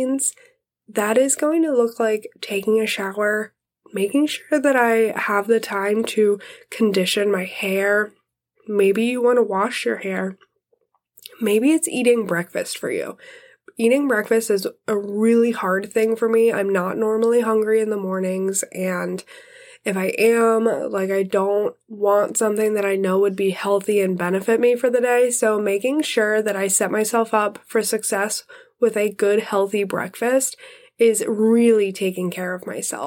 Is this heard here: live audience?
no